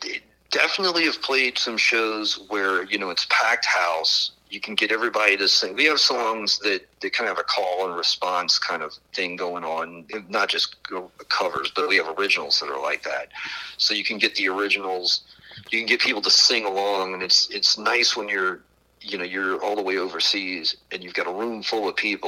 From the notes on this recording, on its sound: burnt the phones down to the New Orleans/Ocean Springs area